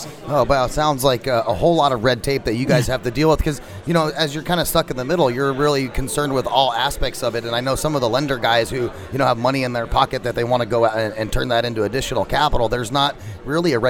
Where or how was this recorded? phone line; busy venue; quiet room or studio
busy venue